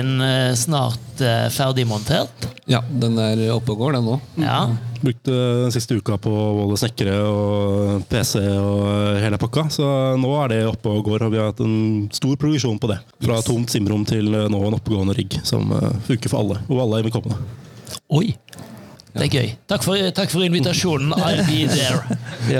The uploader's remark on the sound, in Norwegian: Vi er direkte inne fra Haugetunfestivalen 2023.